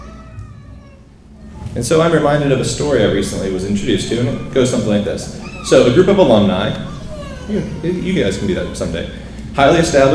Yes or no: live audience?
yes